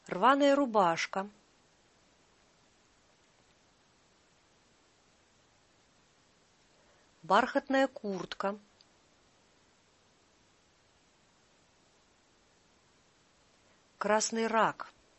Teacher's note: Произносим оба слова слитно с одним ударением.